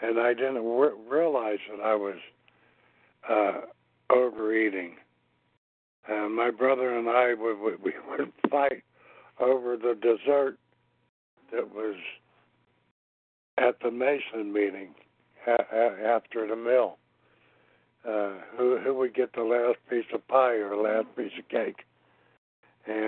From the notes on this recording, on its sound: From the 100 Pounders Phone Meeting, 10/28/23.